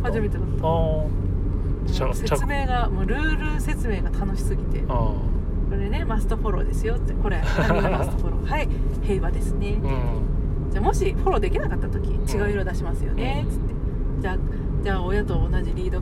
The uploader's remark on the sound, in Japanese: 2023年10月の群馬県館林たぬきゲーム会で遊んできた帰りの車内での収録